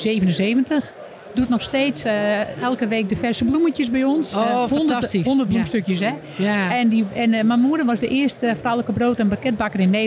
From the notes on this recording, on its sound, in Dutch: Ook deze aflevering hebben we weer opgenomen op de beurs Gastvrij Rotterdam.